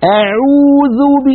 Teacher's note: يضغطون ضغطا شديدا على مخرج العين